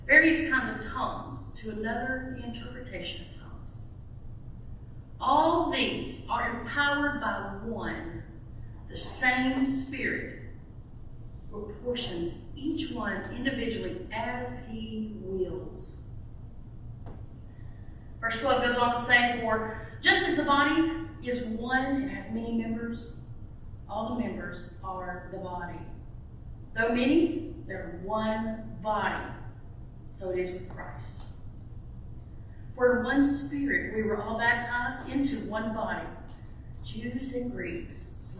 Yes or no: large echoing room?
yes